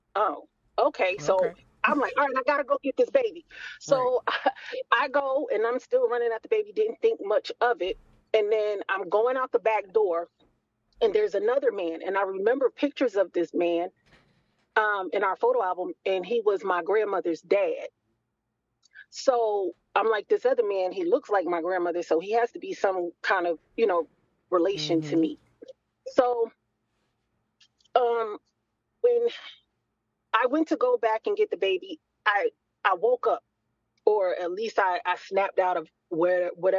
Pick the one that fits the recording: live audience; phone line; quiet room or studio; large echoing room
phone line